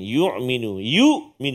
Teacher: Hamzah pangkal sepatutnya. Kita tolak pergi tengah jadi ain.